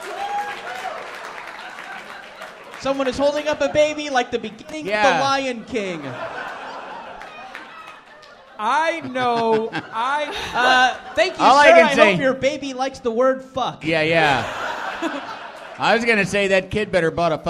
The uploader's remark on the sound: Take a break from their usual studio recording for a live episode from the Gateway Theater in San Francisco as part of the 2018 SF Sketchfest.